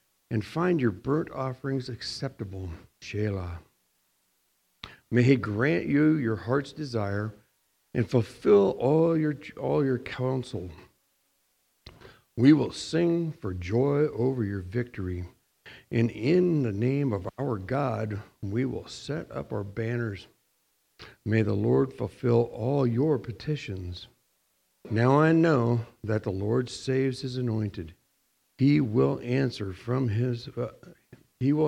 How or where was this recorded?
large echoing room